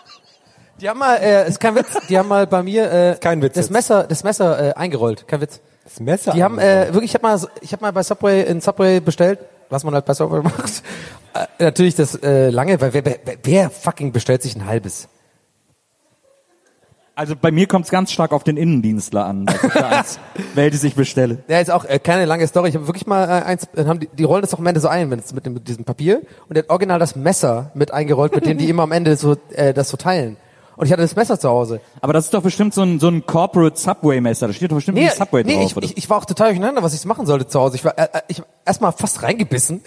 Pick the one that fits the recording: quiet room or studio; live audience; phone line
live audience